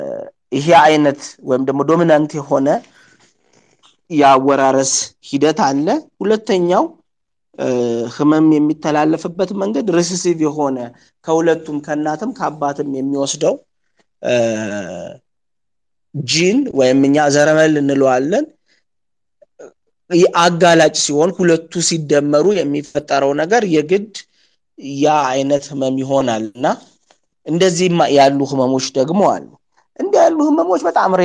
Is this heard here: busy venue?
no